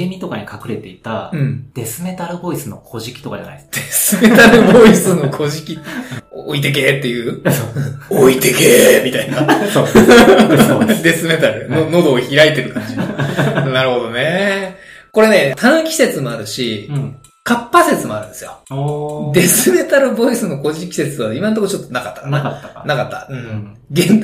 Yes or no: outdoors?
no